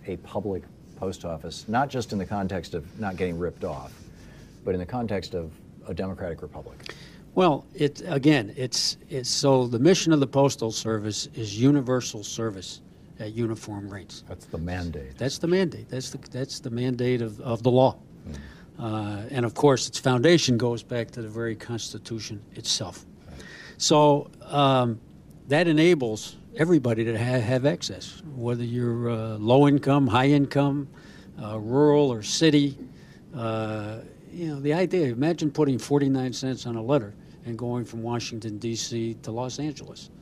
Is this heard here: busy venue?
yes